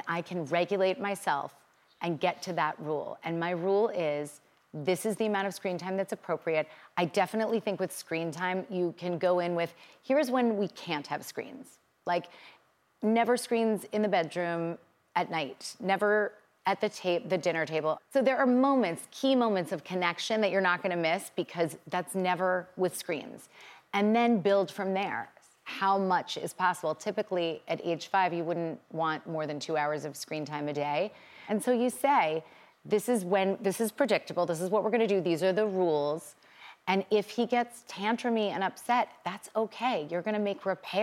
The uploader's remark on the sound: answering audience questions